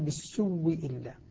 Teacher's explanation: أبدل الهمزة وأدغمها فصارت من باب المتماثلين، صارت واو ساكنة وبعدها واو مكسورة، فأدغمت الأولى في الثانية وأصبحت أصبح الواوان واوا واحدة مشددة، فقال بالسوء إلا.